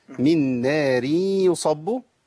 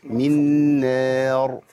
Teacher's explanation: الراء هنا عند الوصل هي إيه؟ مرققة · Shown in: first take · من نار يصب، لكنها عند الوقف من نار مفخمة.